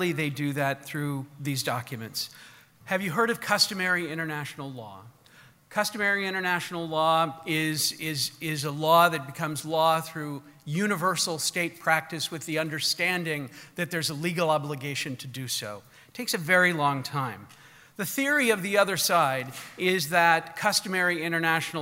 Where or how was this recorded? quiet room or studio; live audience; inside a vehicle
live audience